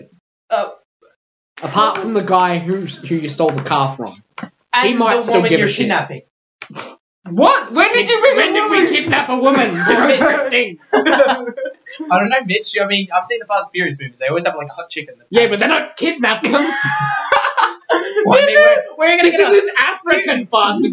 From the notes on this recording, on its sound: keep in mind we will have a much better mic next episode